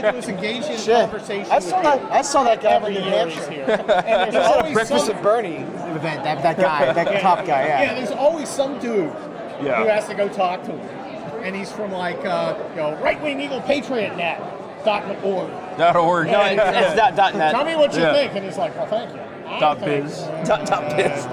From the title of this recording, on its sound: Live From CPAC